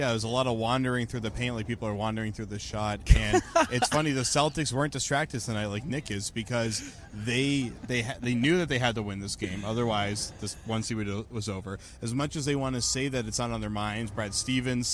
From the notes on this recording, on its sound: Full Report from TD Garden